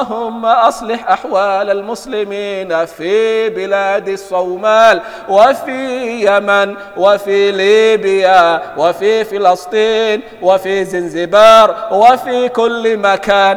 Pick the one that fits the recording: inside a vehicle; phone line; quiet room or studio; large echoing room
large echoing room